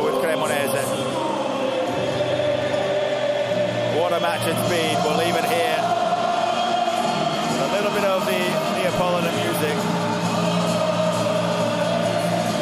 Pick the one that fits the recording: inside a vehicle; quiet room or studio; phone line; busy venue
busy venue